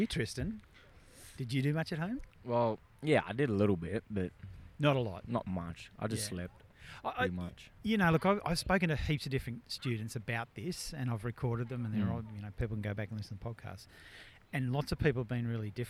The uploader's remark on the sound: We speak with students 'in the wild'! We pull out the mics and have a chat to some of our yr10 ingenious students while on a field trip.